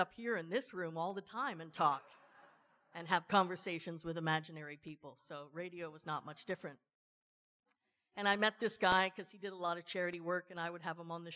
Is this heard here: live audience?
yes